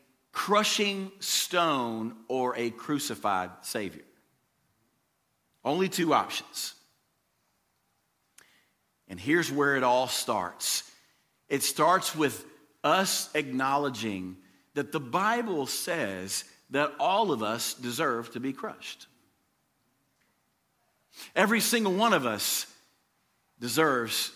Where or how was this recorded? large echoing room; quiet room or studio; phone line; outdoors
large echoing room